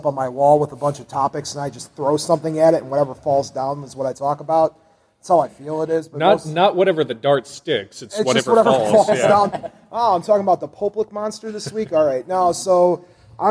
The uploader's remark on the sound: Wizard World Paranormal Podcast Panel. We thought we would pull back the curtain a little, and share the audio from the panel.